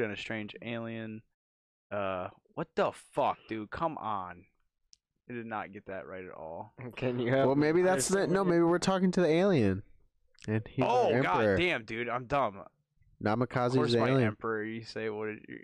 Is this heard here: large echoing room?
no